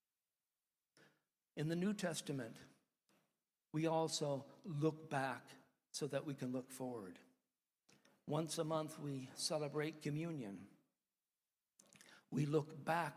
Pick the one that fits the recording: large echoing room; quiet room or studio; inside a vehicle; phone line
large echoing room